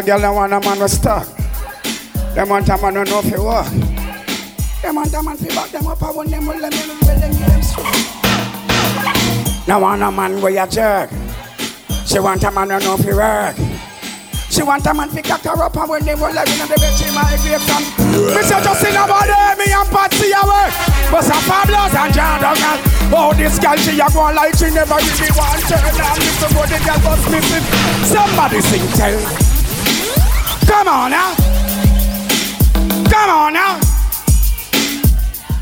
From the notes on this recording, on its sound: MOTHER'S DAY AT BREW'D[LIVE AUDIO]